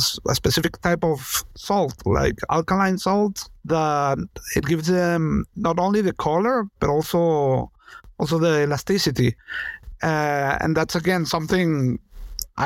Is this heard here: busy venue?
no